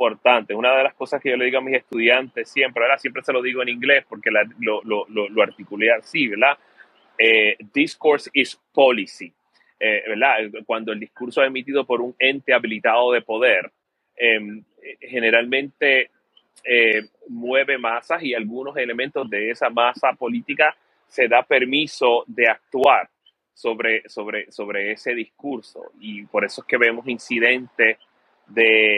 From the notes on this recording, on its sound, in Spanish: Twitter Space grabado el martes, 4 de octubre de 2022